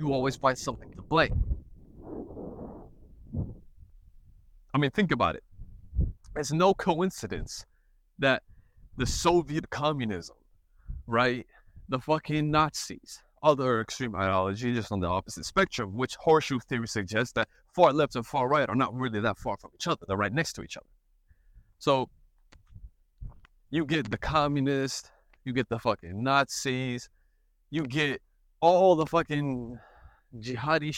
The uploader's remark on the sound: An old school type podcast episode outside, enjoying nature, and as the wind blows so does the cigar smoke.